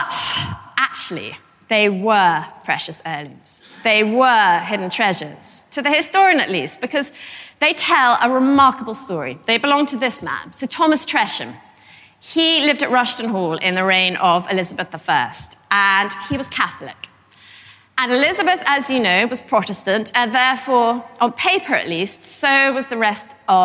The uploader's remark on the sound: a lecture from our 2014 History Weekend in Malmesbury